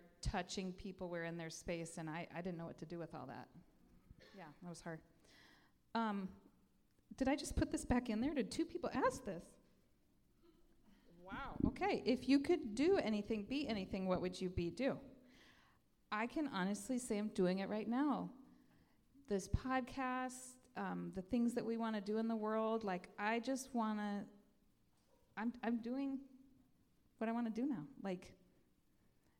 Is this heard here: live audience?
yes